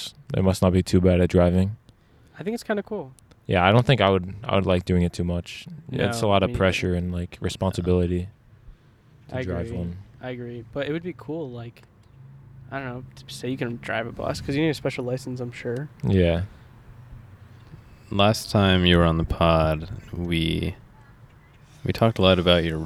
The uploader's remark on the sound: LIVE FROM ABODE/BINGHAMTON, NY. Record live from the Abode and road trip to Binghamton, New York.